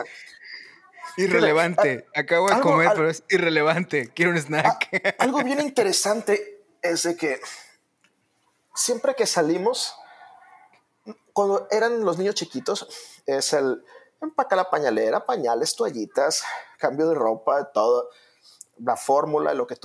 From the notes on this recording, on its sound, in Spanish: El episodio es un fragmento de la vida real, no te sorprendas de los ruidos de fondo, o la falta de ellos!